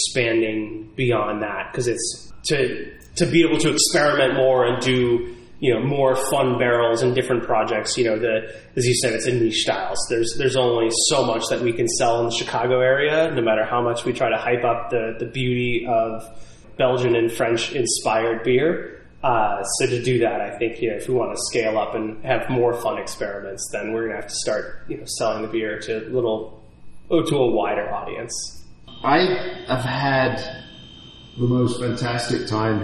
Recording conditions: echo